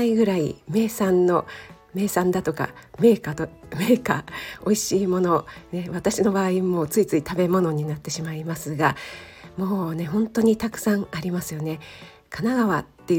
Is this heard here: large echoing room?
no